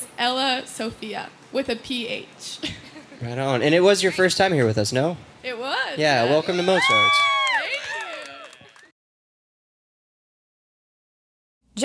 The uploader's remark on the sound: Recorded live at Late at the Lake, at Mozart's Coffee Roasters in Austin, Texas on Tuesday, June 27th, 2023, outdoors on our main stage.